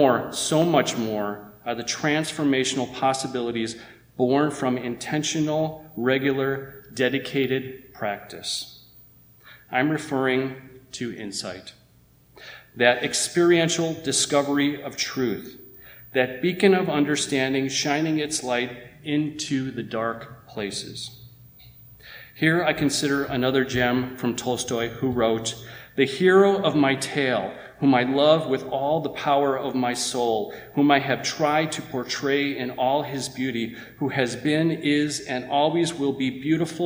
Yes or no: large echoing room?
yes